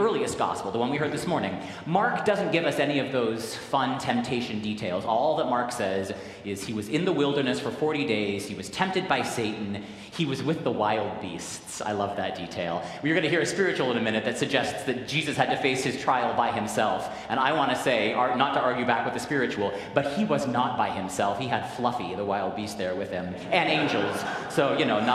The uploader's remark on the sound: Recorded live at the 10:00 am service on the First Sunday of Lent.